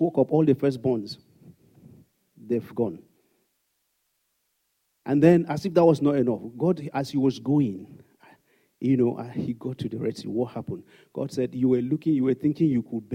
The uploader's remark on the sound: Sunday Service message. Fountain of Love, RCCG Aberdeen, UK.